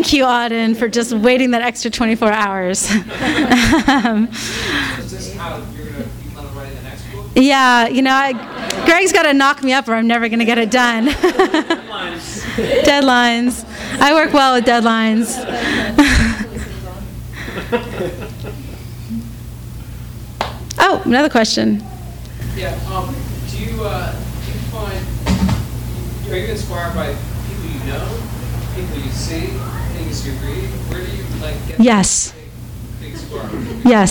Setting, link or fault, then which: setting, live audience